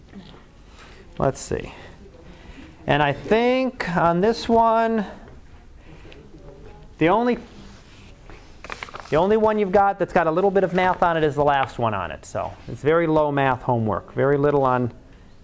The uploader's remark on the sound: Live Class Lecture